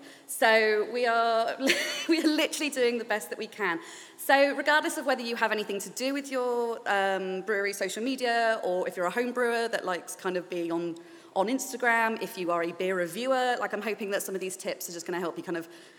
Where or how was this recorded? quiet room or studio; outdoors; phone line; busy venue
busy venue